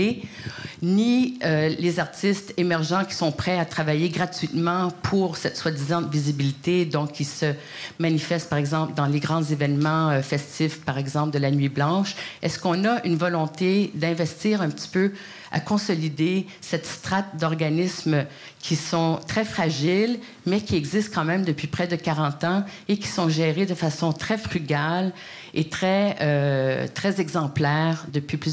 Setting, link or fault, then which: setting, live audience